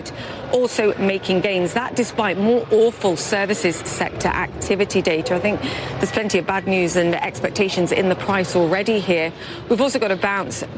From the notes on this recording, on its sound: live from the New York Stock Exchange